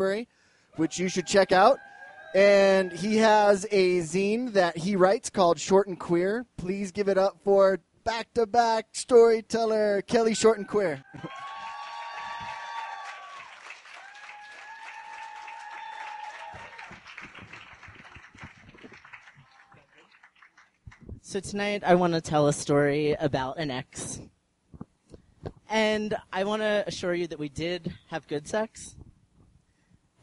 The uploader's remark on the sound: These stories were recorded on January 17, 2013 at The Deer Pile in Denver, Colorado.